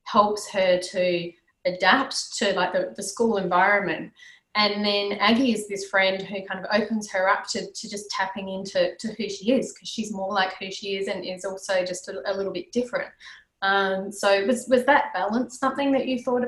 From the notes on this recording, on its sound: Live Recording: A LoveOzYA All Stars panel. This is a live recording of an online event hosted via Zoom during the Covid-19 crisis.